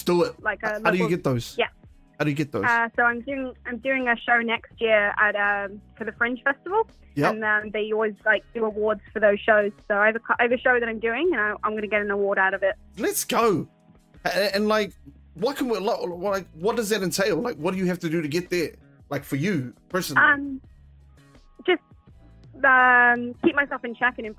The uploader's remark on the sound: On this episode I take to the phone lines and have a chat with a few viewers